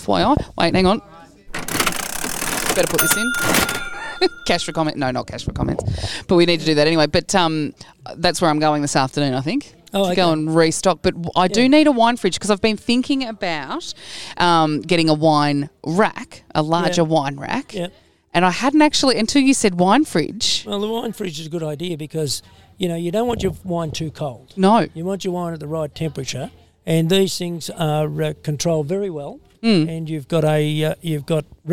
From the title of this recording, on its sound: LIVE at Robinvale Appliances & Furniture Zone.